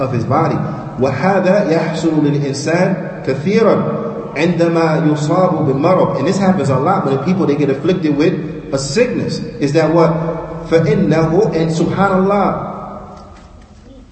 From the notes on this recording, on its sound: Lecture given at Masjid Nur Allah, Queens, NY